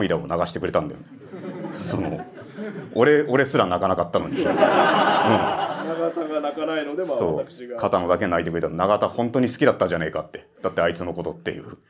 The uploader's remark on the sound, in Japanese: 初めての公開収録。